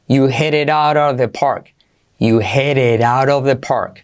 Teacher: Todas esas T's se convierten en R suave.